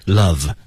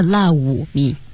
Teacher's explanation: 注意还是咬唇的，不要是 love me 啊 · Shown in: first take